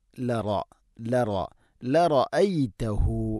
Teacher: റായിനെ ഇങ്ങനെ പരത്തിയിട്ടല്ല പറയേണ്ടത്, അതിനെ കനപ്പിച്ചുകൊണ്ട് ഉച്ചരിക്കണം. ലറ, ലറ, ലറഅയ്തഹു.